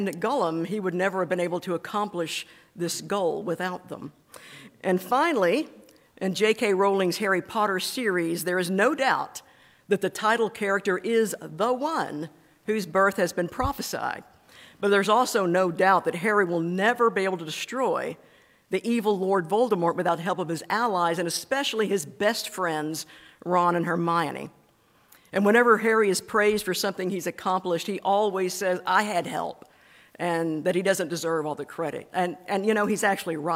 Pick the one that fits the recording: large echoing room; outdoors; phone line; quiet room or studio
large echoing room